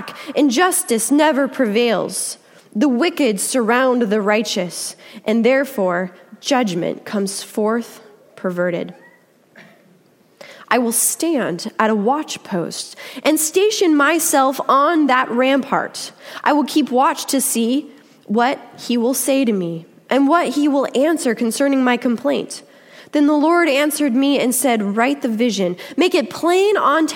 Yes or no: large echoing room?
yes